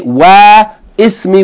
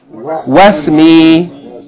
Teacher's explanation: But the second ismi, it has waw before it, so we don't pronounce the kasra · Shown in: second take · We don't say wa ismi, we just say wasmi.